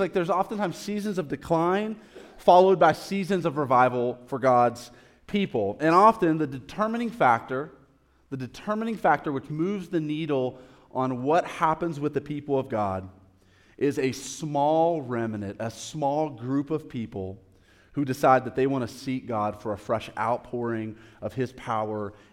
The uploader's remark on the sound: live recorded sermon from the Sunday gathering at The Heights Church Denver